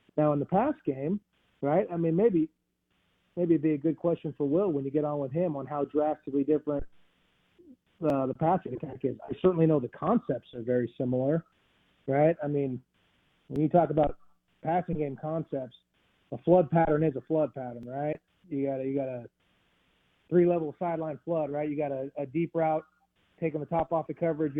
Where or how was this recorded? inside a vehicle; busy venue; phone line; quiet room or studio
phone line